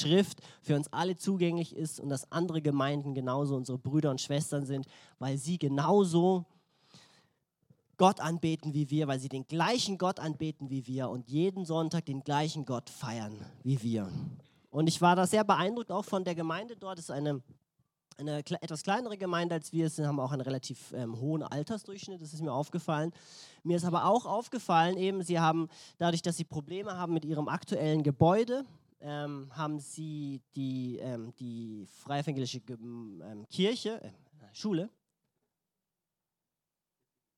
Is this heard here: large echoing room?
yes